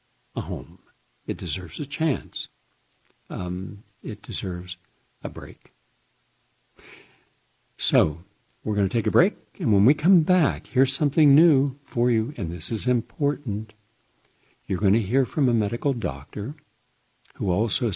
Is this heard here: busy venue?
no